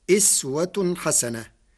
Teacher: قرأ ورش كلمة أسوة بكسر الهمزة فتصير أسوة حسنة